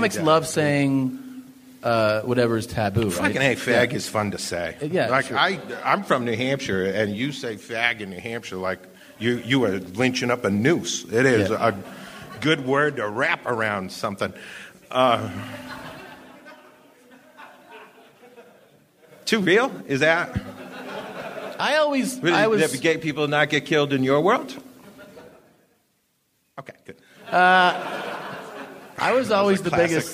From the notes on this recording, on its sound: Live from Denver